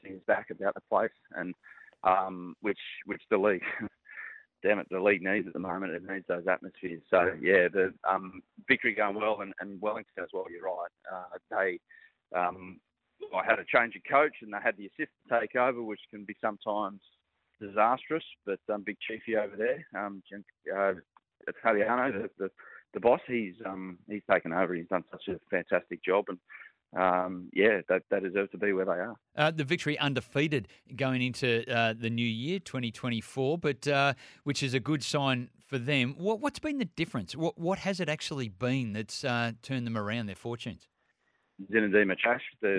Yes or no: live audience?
no